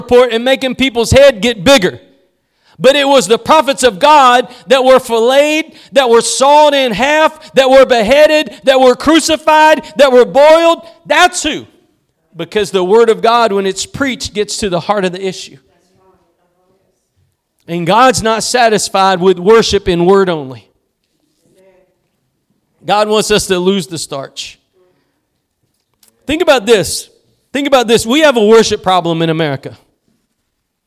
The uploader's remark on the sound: Preached at Gospel Lighthouse in Bossier City, La.